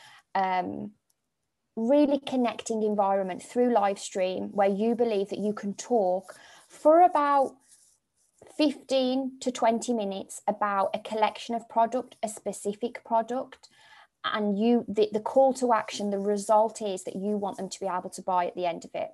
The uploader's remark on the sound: Here is the recording from the Live Webinar. Please note; there are moments of pauses throughout where you can work through the questions.